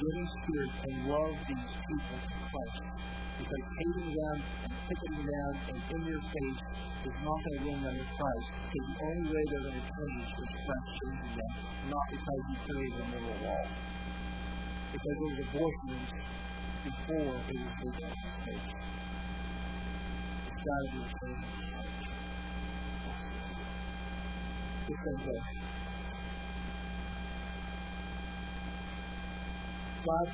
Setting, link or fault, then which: setting, large echoing room